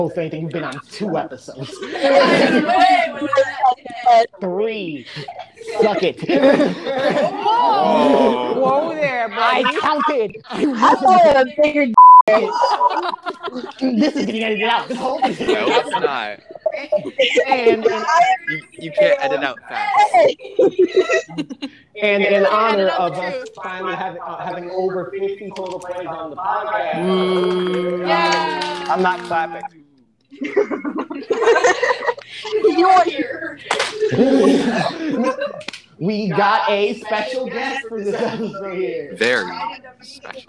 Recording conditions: poor sound quality